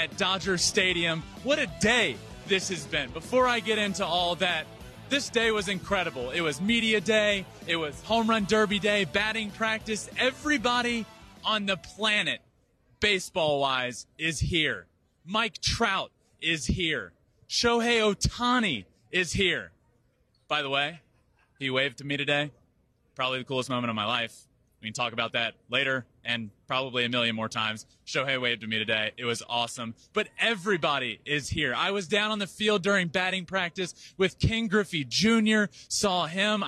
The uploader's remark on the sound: MLB HOME RUN DERBY 2022 LIVE FROM DODGER STADIUM